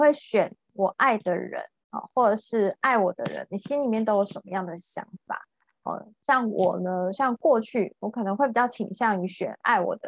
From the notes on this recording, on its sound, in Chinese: ZOOM線上公益講座